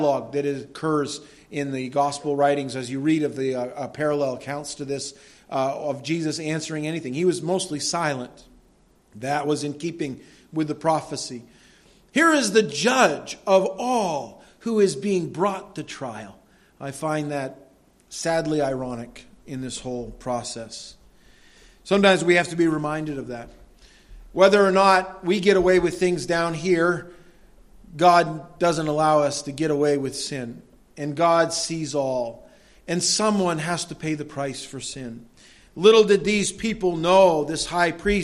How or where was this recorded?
large echoing room